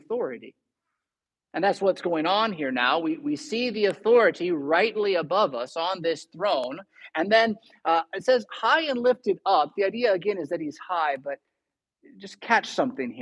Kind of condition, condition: setting, large echoing room